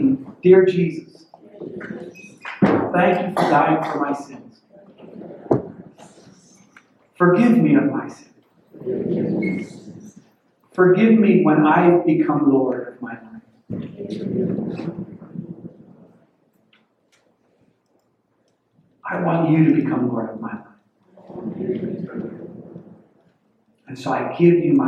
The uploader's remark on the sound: WE ARE SORRY FOR THE POOR AUDIO. WE HAD SOME ISSUES.